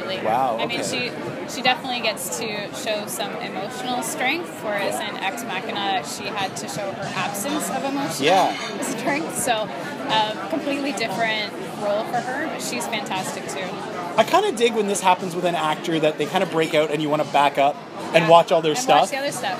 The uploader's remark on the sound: I’ve wanted to record some of what goes down at our pub nights here in Toronto. While I couldn’t possibly capture the boisterousness, animation, and pure volume that takes place at those tables, I think this captures the spirit of what goes on…moving about the room, talking to different people, and overall just catching up.